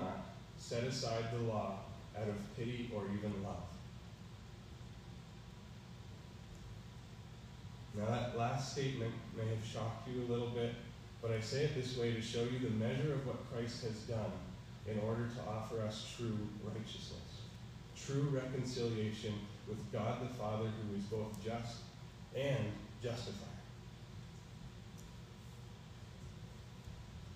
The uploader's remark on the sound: Preached on March 13, 2022 at EBC